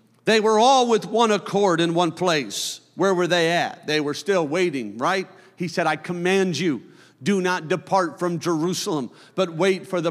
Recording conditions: large echoing room